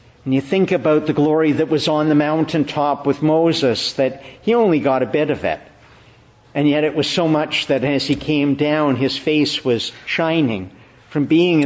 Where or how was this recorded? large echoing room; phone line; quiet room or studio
large echoing room